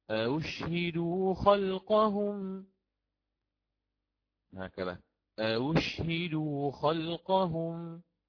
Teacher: تسهيل الهمزة الثانية دون إدخال